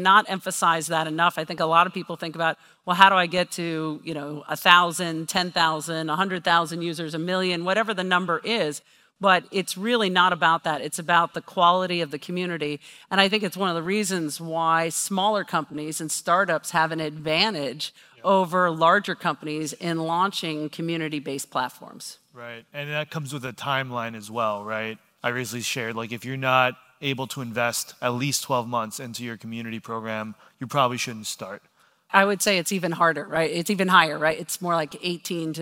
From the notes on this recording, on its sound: This recording is from her talk. At CMX Summit.